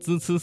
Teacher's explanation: 舌尖平伸，靠近上齿背，形成一条合缝，让气流从中挤出来 · Term: 声母滋呲呲